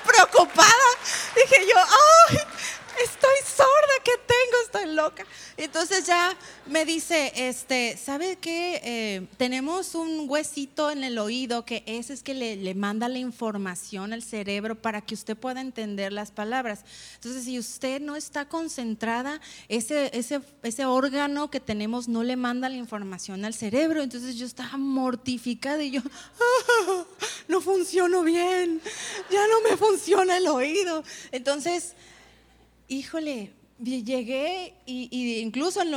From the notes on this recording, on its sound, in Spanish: Conferencia En Vivo 2019